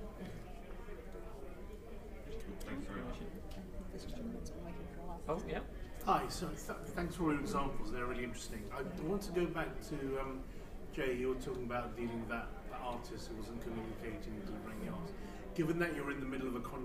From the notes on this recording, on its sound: Live at Dragonmeet 2019! Three members of the UKIRPGL business talk panel met in person on the 30th of November, at Dragonmeet in London. In our first ever live recording. As well as taking questions from the audience!